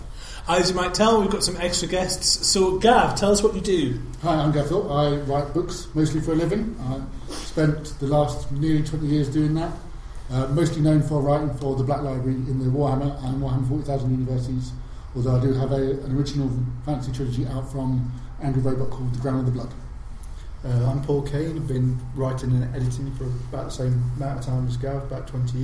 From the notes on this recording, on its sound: Recorded live in front of an audience of Sledge Lit 2, the UK's Christmas Party/ one-day book event for genre book fans, publishers and writers.